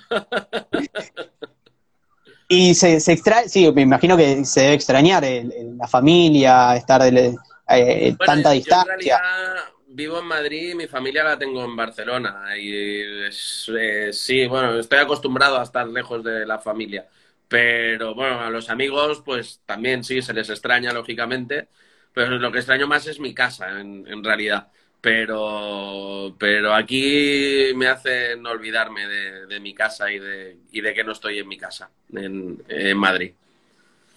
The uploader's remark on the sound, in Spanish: Audio extraído de IG LIVE.